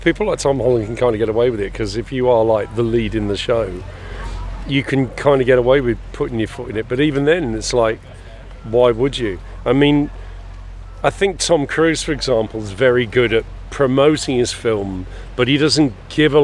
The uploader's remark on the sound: takes a walk through Shrewsbury's finest comicbook festival